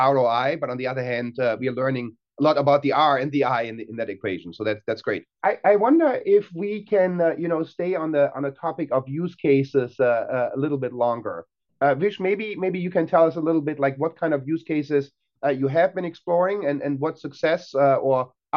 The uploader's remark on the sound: In a panel from our most recent Metis Strategy Digital Symposium. On the virtual stage.